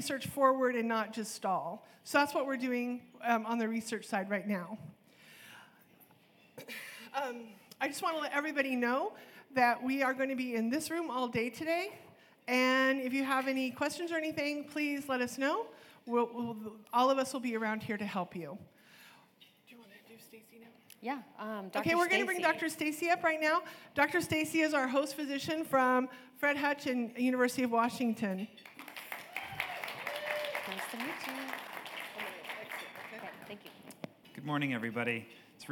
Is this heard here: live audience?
yes